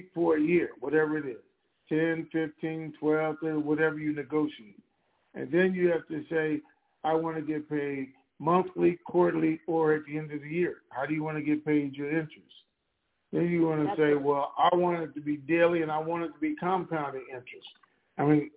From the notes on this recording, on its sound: Conference Call